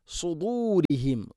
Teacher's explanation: നാവിൻ്റെ മധ്യഭാഗം മണ്ണാക്കിലേക്ക് ഉയർത്തി ഇസ്തിഇല നൽകിക്കൊണ്ട് ഉച്ചരിക്കണം, സ്വരഭാരത്തിൽ ഉച്ചരിക്കണം · Term: സ്വാദ്